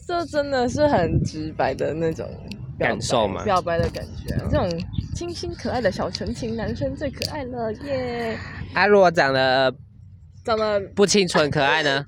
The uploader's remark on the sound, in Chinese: 不得已在戶外錄，有諸多雜音／暴風請見諒！